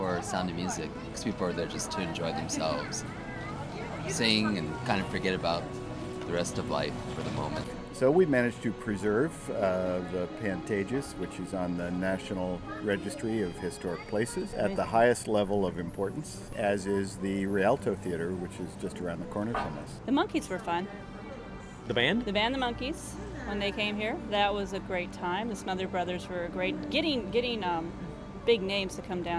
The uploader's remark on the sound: During the Center’s 2 day, Fall Free For All. Tacoma, WA. Many Thanks to everyone who stopped to talk.